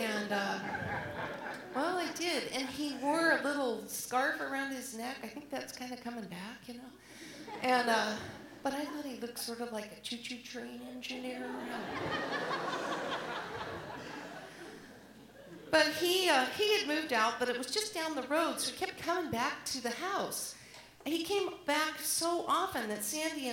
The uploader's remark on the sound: live at the Alberta Abbey